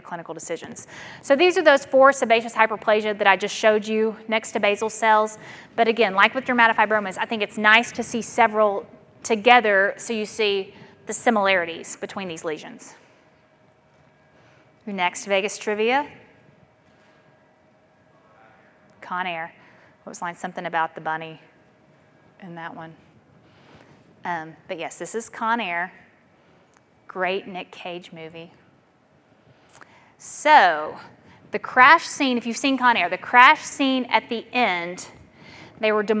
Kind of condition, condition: setting, large echoing room